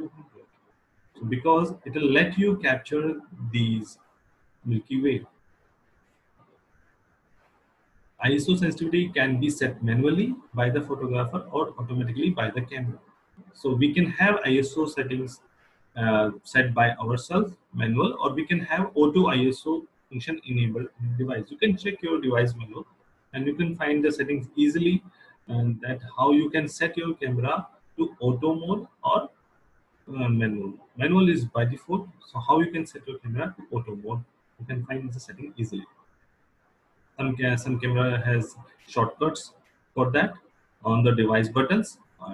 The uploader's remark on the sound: This is podcast episode recorded during SPW Online Basic Photography Workshop.